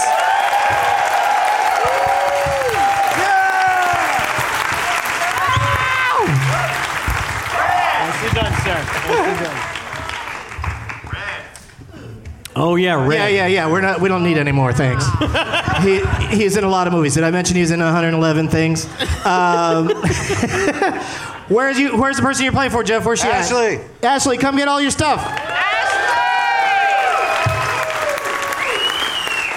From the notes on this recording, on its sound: Live from the San Jose Improv